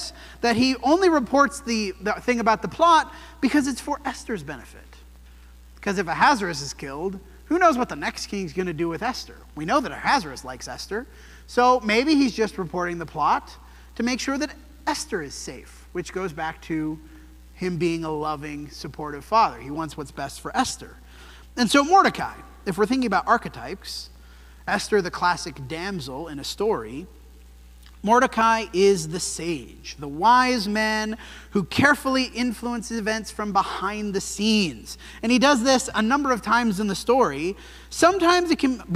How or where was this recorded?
large echoing room